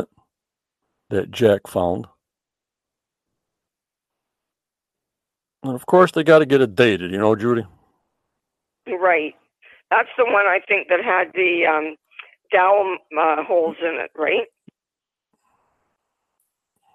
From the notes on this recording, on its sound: ON THE PHONE WITH HER SYNOPSIS.